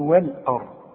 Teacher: الراء هي المفخمه عشان قبلها مفتوح هنقول والارض ما اوعى تقول لي والارض وال لا يا راجل